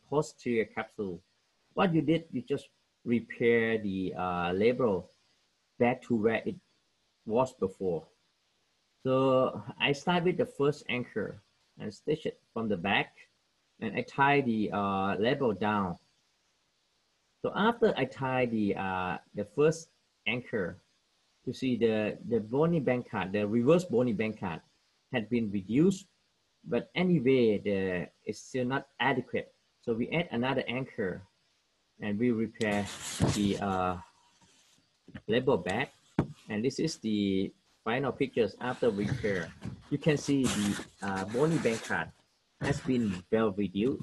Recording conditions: video call